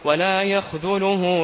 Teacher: بفتح الياء وإسكان الخاء وضم الذال المعجمة